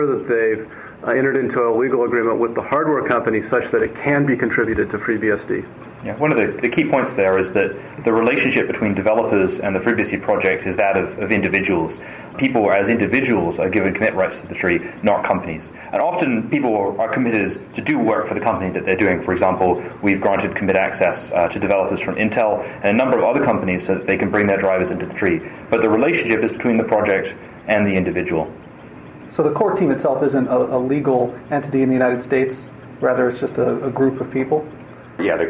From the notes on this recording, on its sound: The interview was recorded at BSDCan in Ottawa, Cananda.